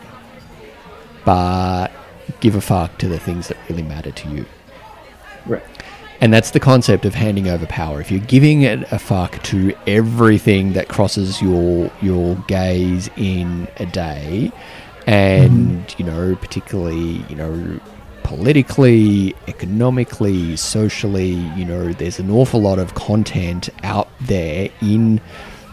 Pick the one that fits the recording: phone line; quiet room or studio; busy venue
busy venue